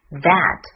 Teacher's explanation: th 在这里的发音是咬舌声带震动，不送气。That, a 的发音是梅花音 a, that is, is, is be 动词。